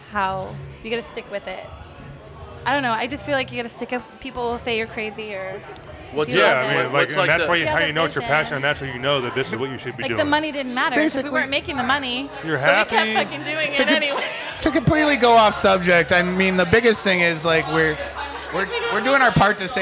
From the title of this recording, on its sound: LIVE FROM NORTHWEST THRIFTCON